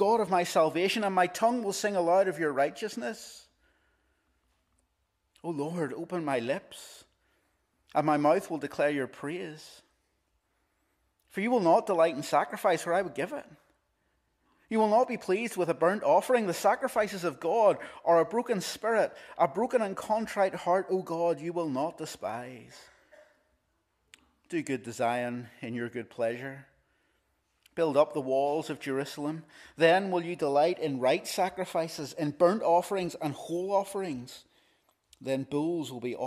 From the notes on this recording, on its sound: This is the recording of the Bible reading and sermon from our evening service on Sunday 16th April 2023.